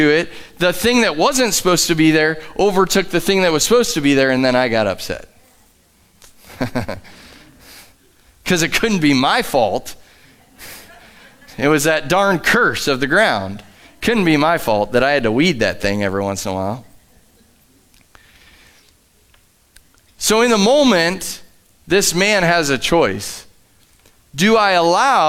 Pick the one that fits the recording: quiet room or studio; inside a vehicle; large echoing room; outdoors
large echoing room